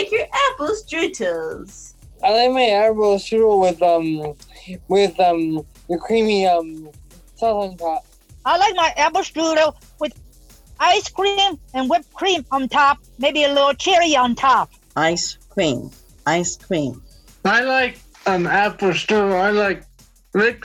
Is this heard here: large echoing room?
no